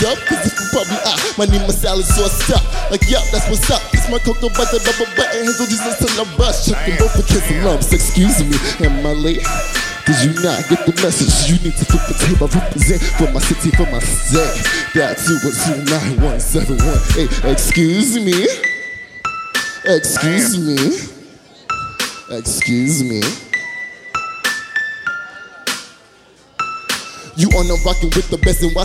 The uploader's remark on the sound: Live from SXSW